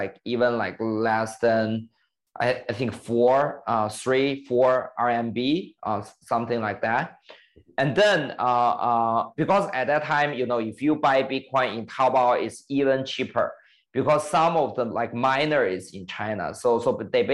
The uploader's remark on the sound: meet over zoom